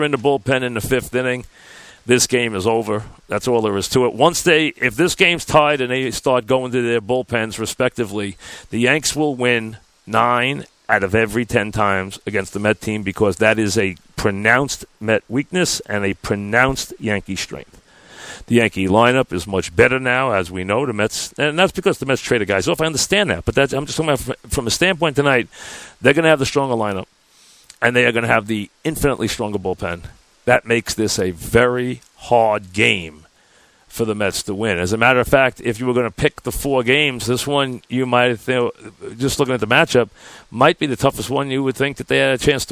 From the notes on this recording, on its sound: Live from Citi Field once again as we wrap up the 2017 Subway Series.